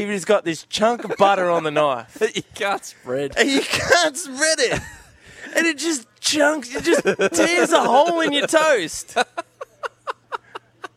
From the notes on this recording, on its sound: Broadcasting live from the Hawkesbury Lifestyle and Leisure centre thanks to Jayco.